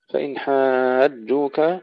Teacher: المد اللازم المشبع مع تشديد الجيم